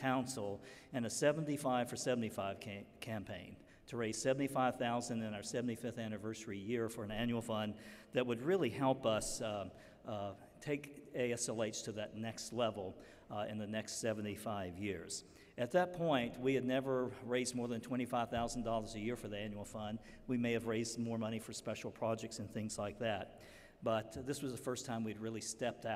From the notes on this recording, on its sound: 2018 AASLH Annual Meeting Session Recording Recorded in Kansas City, MO September 28, 2018